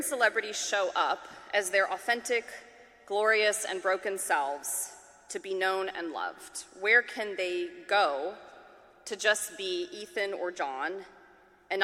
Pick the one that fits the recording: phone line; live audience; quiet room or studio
live audience